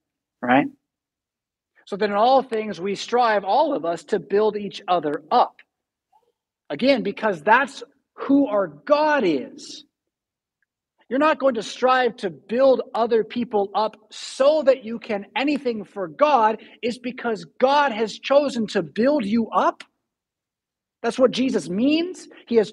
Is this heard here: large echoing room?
yes